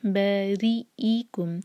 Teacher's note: الى بارئکم، را کو باریک رکھیں گے، کسرہ یہاں پر. بارئکم اور حمزہ کا کٹ آف ساؤنڈ کلیئر آئے